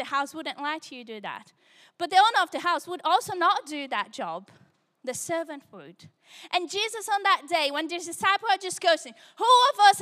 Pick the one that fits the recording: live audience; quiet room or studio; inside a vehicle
live audience